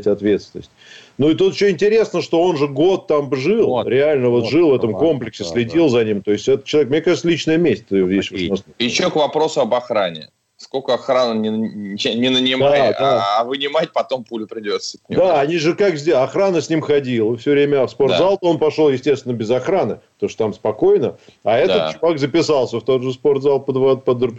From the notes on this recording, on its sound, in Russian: По телефону.